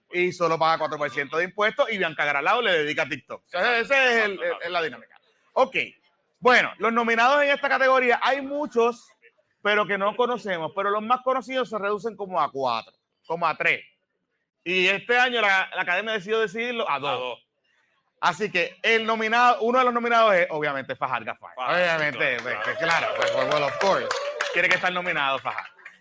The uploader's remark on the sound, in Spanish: la versión audio de los PPP Awards que se celebraron el miércoles 27 de diciembre de 2023 en el Café Teatro Punto Fijo en el Centro de Bellas Artes de Santurce